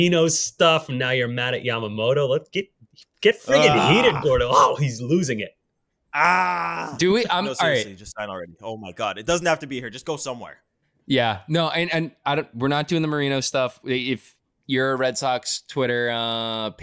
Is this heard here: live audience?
no